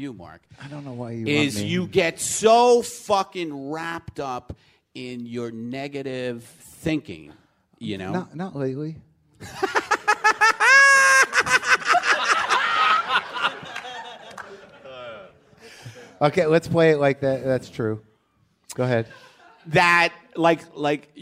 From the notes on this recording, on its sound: Live WTF from the Riot LA Alternative Comedy Festival